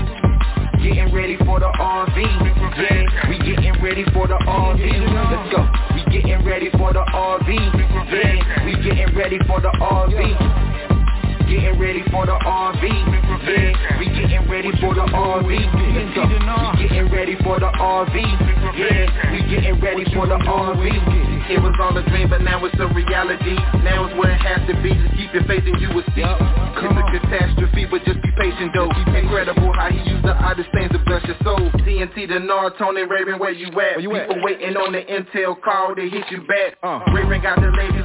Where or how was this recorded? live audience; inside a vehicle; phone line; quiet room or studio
phone line